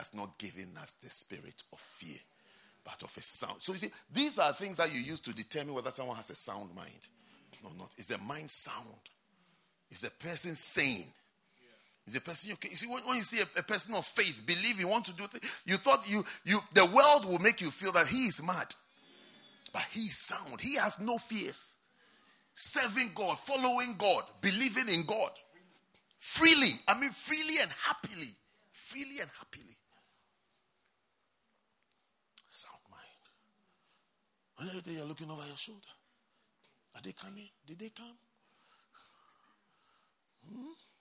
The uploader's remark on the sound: at the Lovely Voice Xperience - First Love Church, London